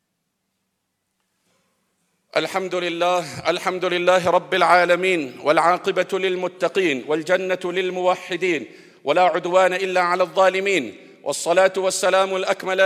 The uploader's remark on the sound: At the Houghton Masjid (West Street).